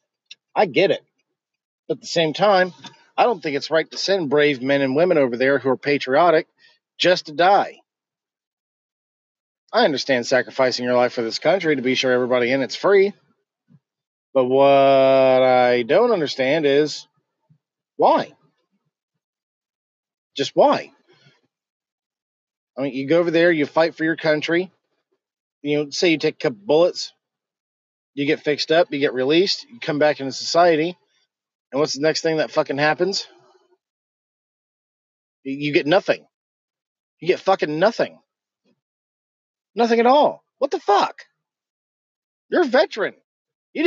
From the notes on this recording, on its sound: Just would like to share my thoughts while driving.